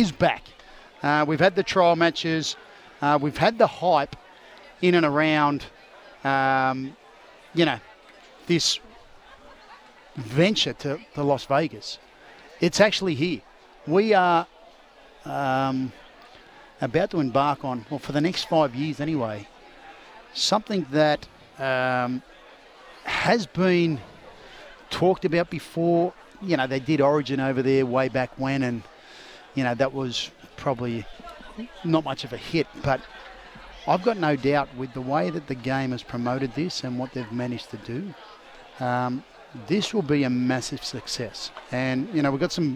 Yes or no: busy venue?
yes